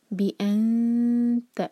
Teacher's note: light اخفاء، زبان کو فلیٹ رکھیں گے، دو سیکنڈس کا ٹائم دیں گے